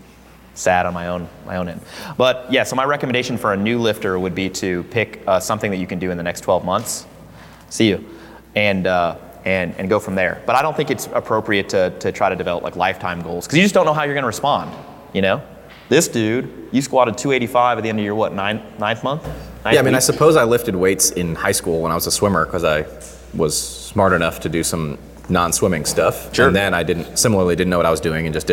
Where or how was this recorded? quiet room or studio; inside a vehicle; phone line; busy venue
busy venue